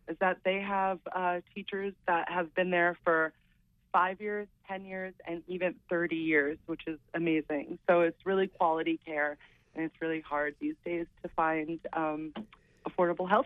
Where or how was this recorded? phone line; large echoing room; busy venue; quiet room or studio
phone line